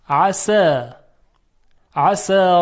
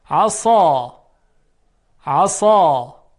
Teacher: حرف سین دارای صدای ظریفی هست، اما حرف صاد دارای صدای درشت و مفخم هست